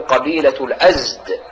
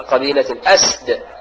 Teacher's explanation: قبيلة الأزد يقال أن الأصل هي الأسد، لكن لما كان بين السين والدال نوع من التباعد شوية ونوع من الانزعاج في النطق، فإن العرب يسهلون ذلك بأن يجعلون السين مشوبة بشيء من إيه؟ من الزاي · Shown in: first take · فقالوا قبيلة الأزد، وإلا فإن الأصل قبيلة الأسد، فقالوا يعني للتسهيل قبيلة الأزد.